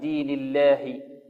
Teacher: ولا نميل الألف التي بعد اللام أو فتحة اللام، نقول دين الله، لا دين الله بالفتح، فتح خالص.